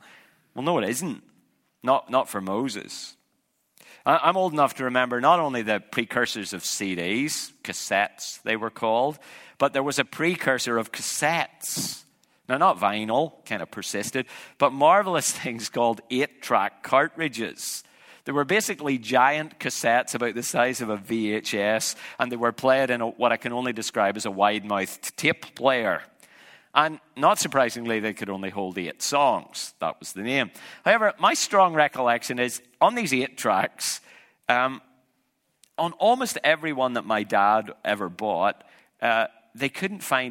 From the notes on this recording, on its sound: An audience of church planters and their supporters.